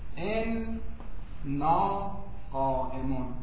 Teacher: بعد نون این نافیه طبیعتا در نا ادغام میشود، میشه این مرحله ادغام این نا قائمون.